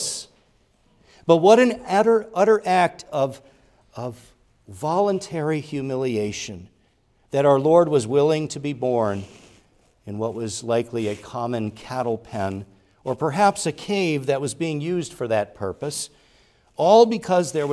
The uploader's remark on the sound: preached at Grace Orthodox Presbyterian Church in Sewickley, PA, during the morning Worship Service on Sunday, December 17, 2023